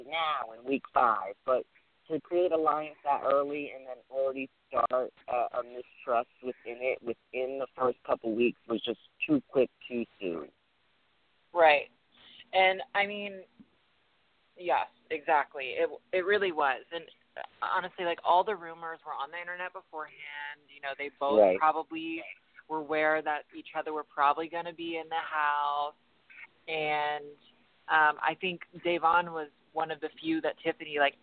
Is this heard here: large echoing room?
no